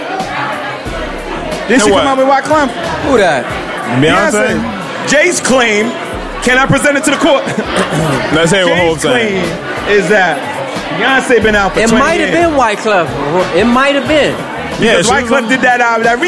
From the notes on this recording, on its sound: LIVE RECORDING. WE ARE LIVE, BABY!!! The Cubby Cast takes some time to dedicate our perspectives & livelihood to our audience, in person.